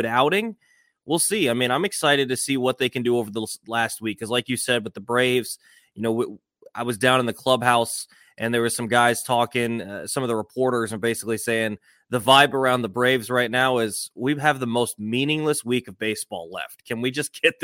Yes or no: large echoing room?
no